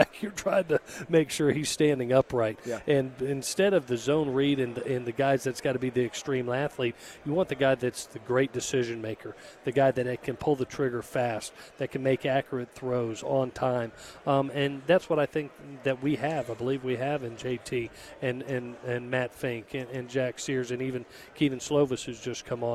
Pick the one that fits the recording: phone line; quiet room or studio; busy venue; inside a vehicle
busy venue